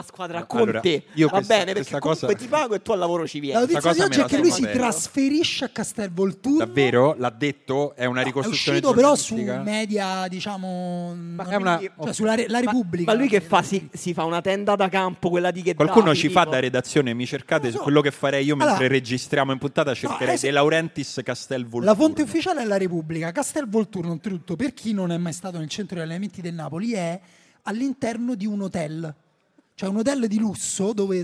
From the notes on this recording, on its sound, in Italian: La nostra puntata registrata da Apple Piazza Liberty, Milano.